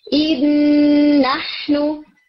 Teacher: जो फर्स्ट नून है इन का वो अपना मखरज और अपनी तमाम क्वालिटीज छोड़ देगा और सेकंड नून को डबल कर देगा और जो गुन्ना सुनाई दे रहा है वो सेकंड नून का है, फर्स्ट का नहीं. · Term: कामिल इदगाम